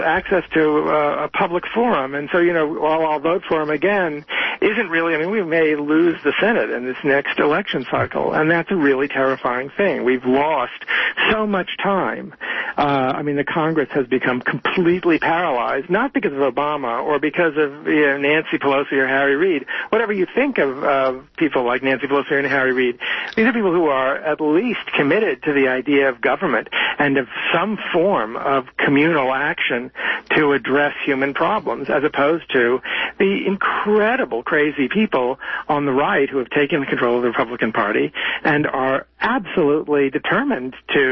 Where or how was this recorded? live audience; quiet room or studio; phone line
phone line